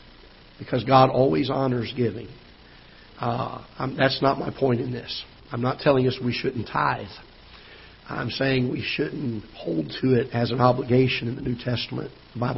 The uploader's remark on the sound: Ketha Heights Baptist Church ~ Live Broadcast